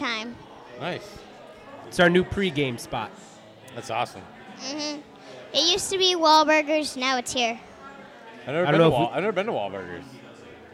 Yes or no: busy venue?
yes